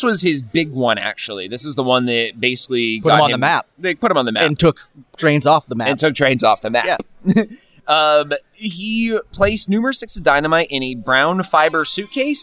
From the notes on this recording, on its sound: From the media box at the first ever Green Mountain Comic Expo. Recorded entirely live on location.